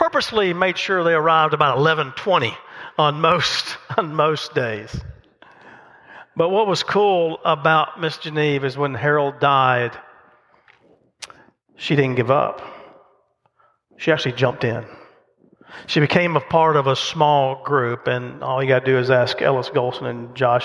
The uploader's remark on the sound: The message recorded live at Covenant.